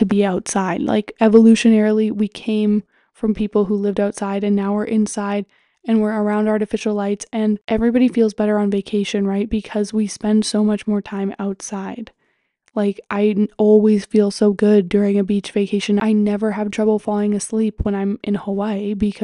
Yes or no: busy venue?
no